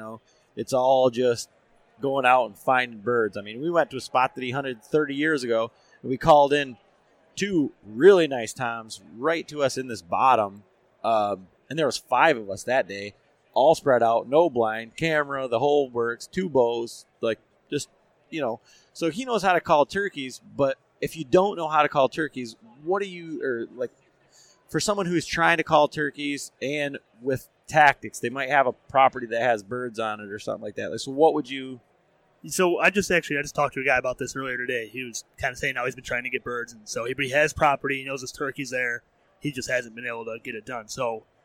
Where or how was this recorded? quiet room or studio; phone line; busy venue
busy venue